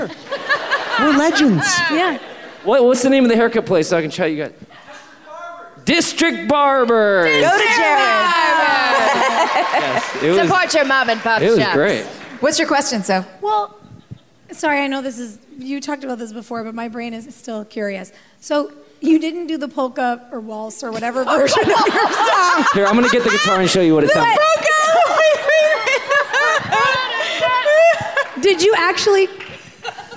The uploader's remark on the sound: LIVE IN BOSTON